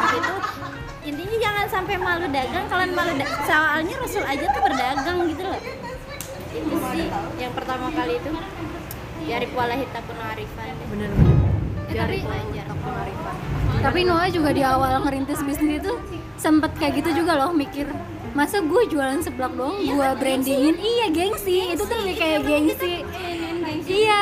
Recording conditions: background noise